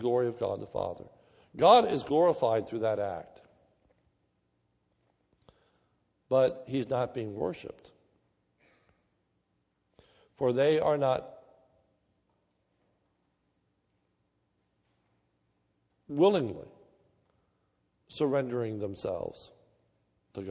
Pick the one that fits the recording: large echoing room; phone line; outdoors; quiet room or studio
large echoing room